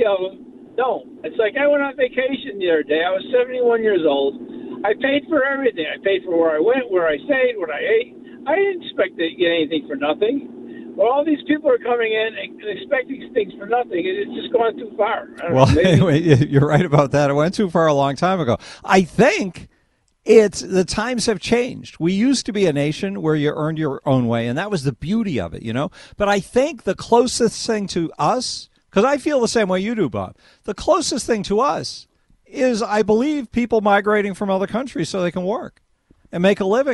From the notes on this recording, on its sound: Then we take phone calls.